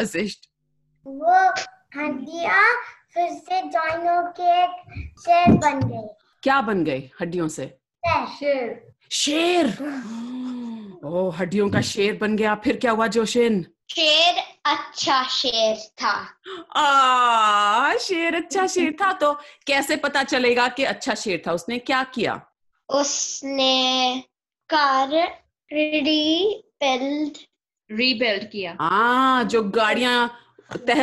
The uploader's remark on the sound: Live Zoom Call was super-FUN! Listen the story we created with our friends who joined us on the call.